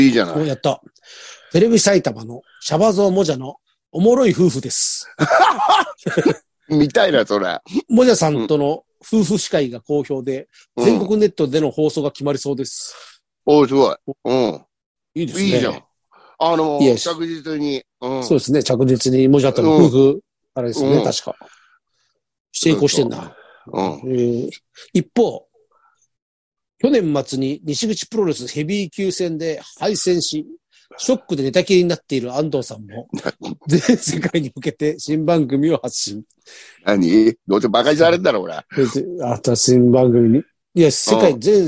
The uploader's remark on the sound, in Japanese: ZOOMで収録